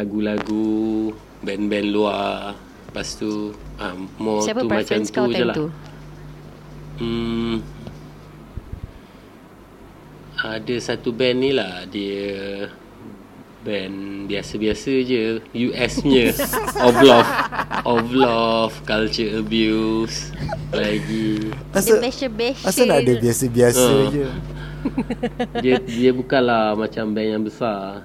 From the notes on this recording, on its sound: Sorry for the buzzing sound. I gotta get a new mic.